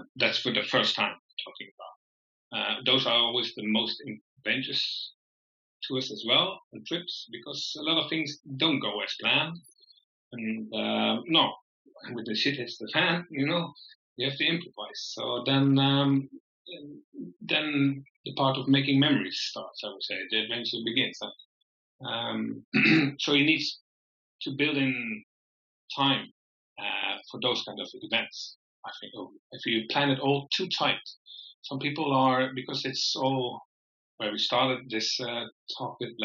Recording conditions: poor sound quality